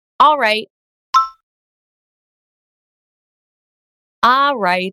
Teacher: many times we cut out the L and just say, all right, all right. It's way easier to say.